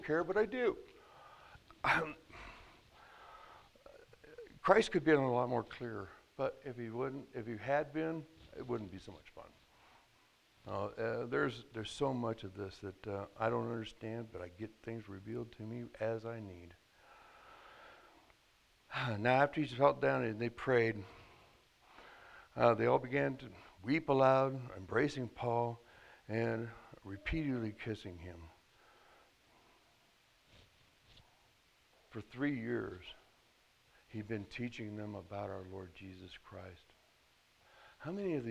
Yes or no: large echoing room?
yes